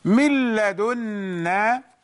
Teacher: Noon, sukun, followed by lam. The rule is merging without ghunna.